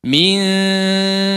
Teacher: Ketika ikhfa, si lidah itu jangan ditempelkan dulu ke huruf berikutnya. Jangan ditempelkan ke huruf dal. · Term: suara ikhfa